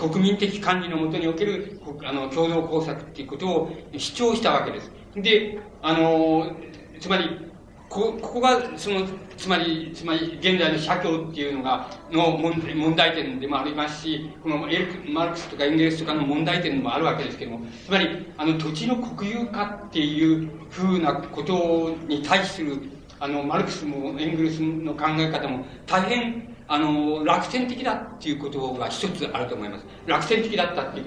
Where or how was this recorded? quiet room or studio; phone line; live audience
live audience